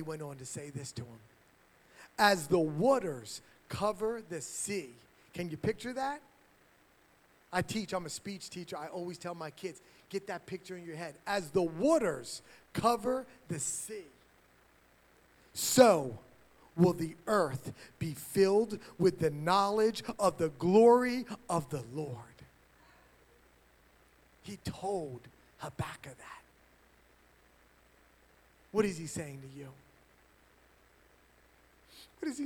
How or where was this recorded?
large echoing room